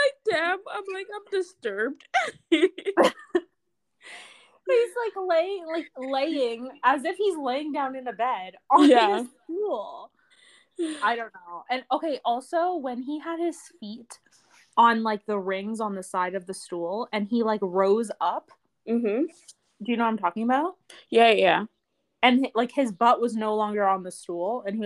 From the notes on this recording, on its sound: Sorry if audio cracks… I unfortunately am not an audio engineer and am too broke to hire one.